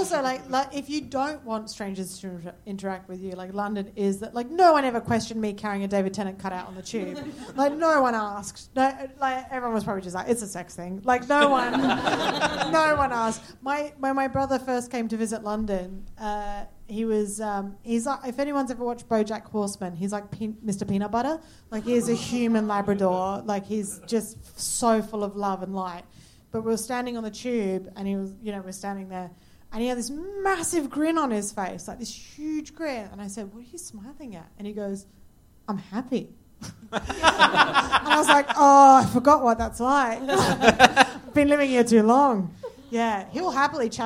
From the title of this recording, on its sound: Live at London Podcast Festival